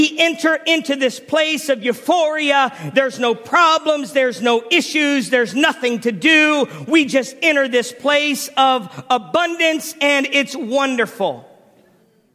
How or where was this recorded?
large echoing room